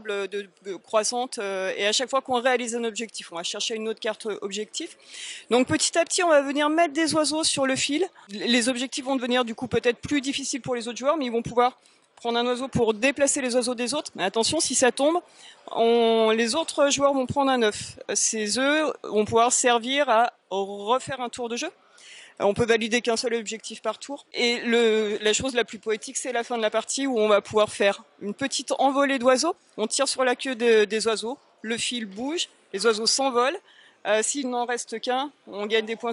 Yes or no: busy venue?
yes